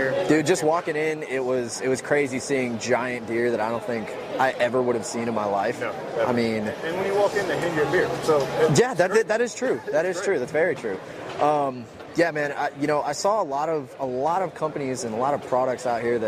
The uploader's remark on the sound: 40th Annual World Deer Expo. This is the audio from the World Deer Expo we went.